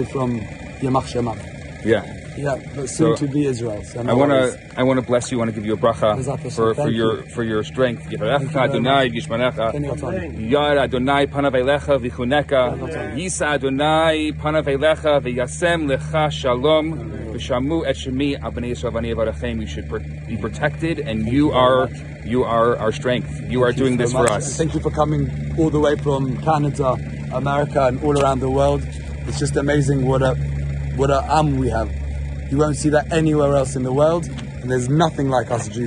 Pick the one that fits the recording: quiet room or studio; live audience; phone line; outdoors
outdoors